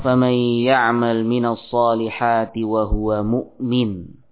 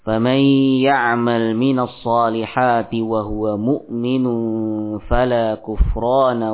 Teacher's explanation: di sini tanwin tidak terbaca kalau kita waqaf pada kata mu'min · Shown in: first take · Namun tatkala wasal dibaca.